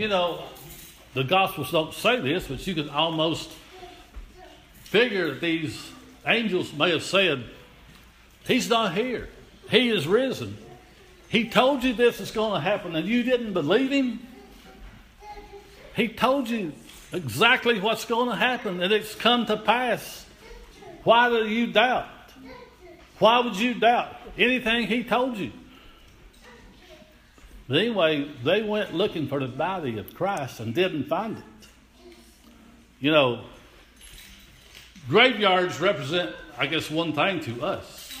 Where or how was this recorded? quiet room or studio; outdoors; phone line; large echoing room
large echoing room